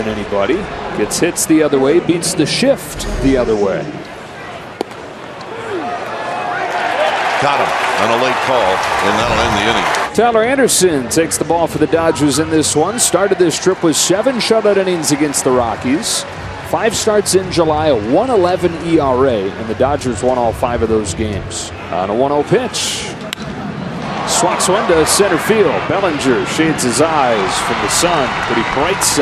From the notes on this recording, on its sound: LIVE from Oracle Park in San Francisco.